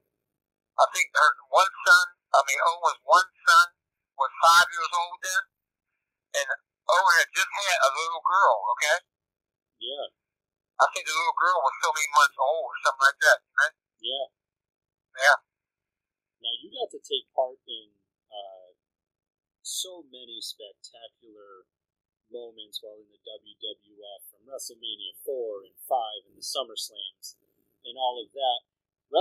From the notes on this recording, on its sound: This interview was conducted over the phone and cleaned up audio wise the best we could.